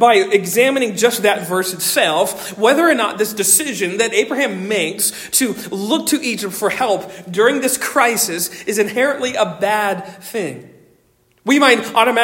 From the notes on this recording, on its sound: Originally delivered on 26 November 2023 at Stonington Baptist Church, Paxinos, PA. Originally delivered on 26 November 2023 at Stonington Baptist Church, Paxinos, PA.